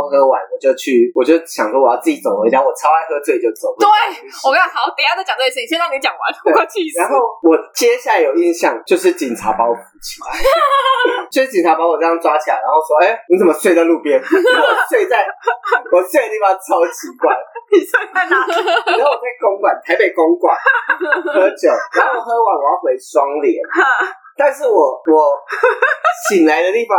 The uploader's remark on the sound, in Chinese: 本集音質不好